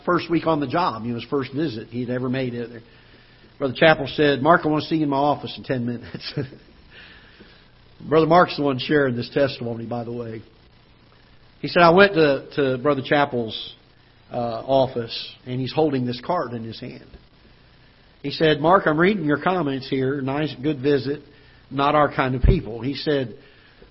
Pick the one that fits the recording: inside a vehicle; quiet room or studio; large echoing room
large echoing room